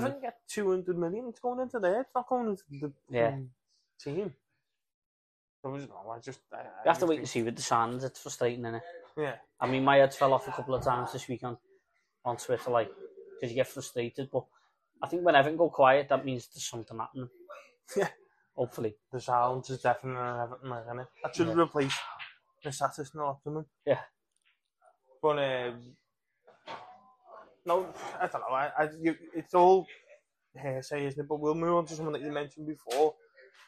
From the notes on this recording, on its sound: do a podcast sat in the Bramley Moore pub